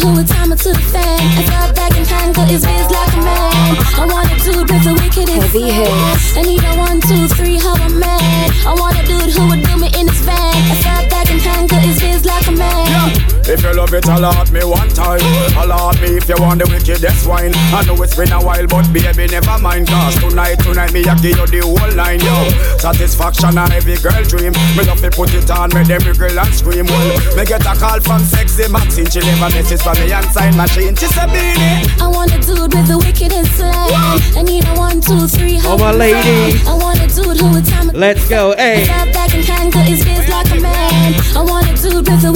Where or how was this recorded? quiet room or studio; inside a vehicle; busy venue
busy venue